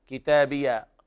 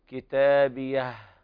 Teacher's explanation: الوقف على الهاء بالهمس · Shown in: second take